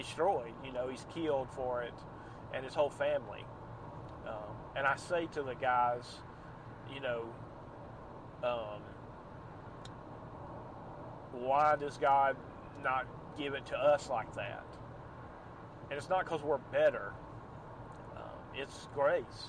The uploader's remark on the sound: Night. Rain. Driving.